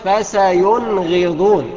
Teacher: انك انت تظهر النون وتظهر الغين، مفيش داعي انك انت تغن فيها او تديها اخفاء او ادغام